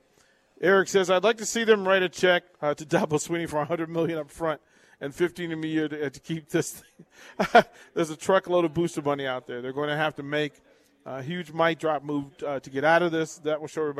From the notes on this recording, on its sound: Live from Wingstop - 28th & Pine Lake